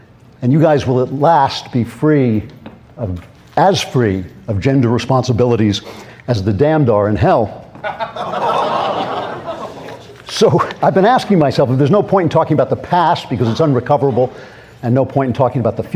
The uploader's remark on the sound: Speaks live in front of a student audience at Young America's Foundation's 44th Annual National Conservative Students Conference held in Washington DC.